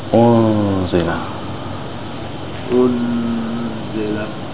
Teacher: Here there's the noon hiding in the zain.